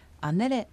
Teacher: このエレは前のアンとつながって発音されアネレとなります